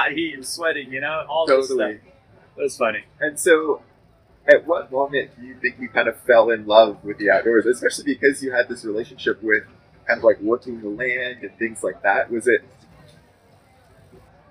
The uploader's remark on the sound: LIVE FROM CRANKWORX. Audio and video was recorded by Adventure Production.